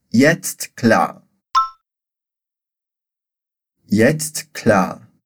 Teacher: na pronúncia de jetzt tem esse som de tst, que é como se a gente falasse TST tudo junto